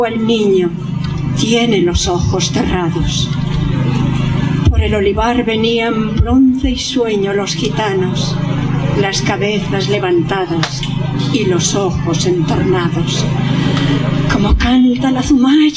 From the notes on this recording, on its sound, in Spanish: VI Homenaje, en la Plaza de Santa Ana (Madrid). Audio: del vídeo.